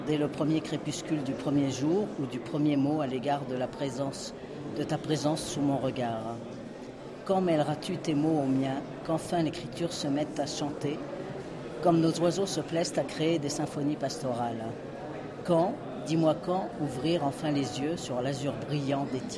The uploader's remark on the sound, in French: Echantillons de voix collectés à l'occasion du Festival Longueur d'Ondes 2013 à Brest.